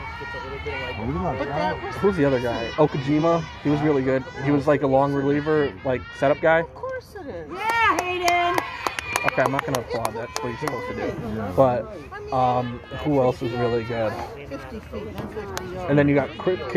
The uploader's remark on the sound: This was recorded at my sister's softball game, on her birthday. Unedited, unfiltered.